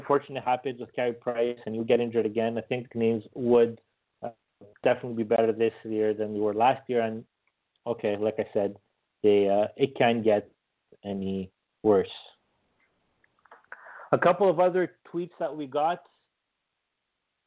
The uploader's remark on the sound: as we take your phone calls